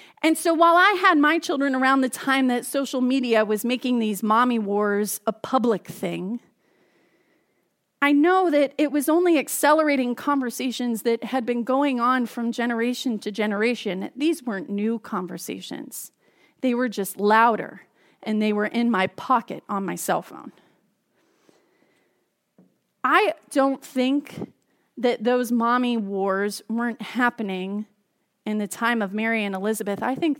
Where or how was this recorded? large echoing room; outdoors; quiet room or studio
large echoing room